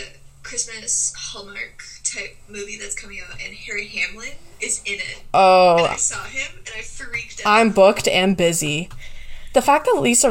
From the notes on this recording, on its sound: Due to my illness, I had to meet virtually with my (recurring) guest. If the sound is off, my apologies!!!